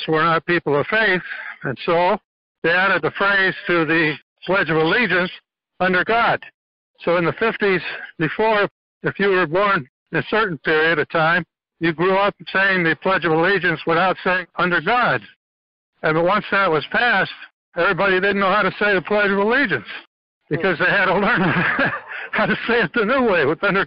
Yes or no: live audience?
no